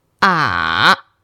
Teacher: This is also the low flat tone. · Term: third tone